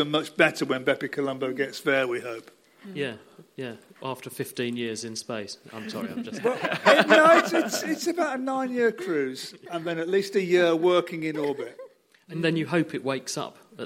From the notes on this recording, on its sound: Hear what went on at our live event recorded back on 11th March for the 2020 Cambridge Science Festival